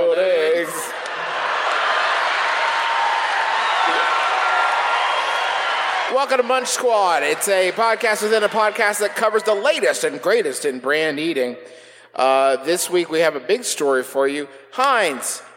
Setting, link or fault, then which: setting, live audience